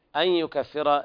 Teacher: إدغام بغنة ناقص لوقوع الياء بعد النون الساكنة